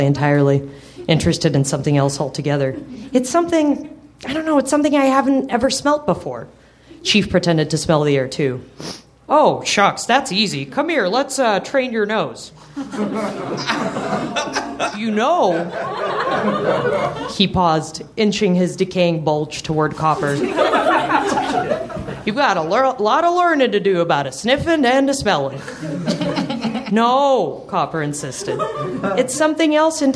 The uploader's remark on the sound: Recorded May 20, 2014 at Nerdmelt Showroom in Los Angeles.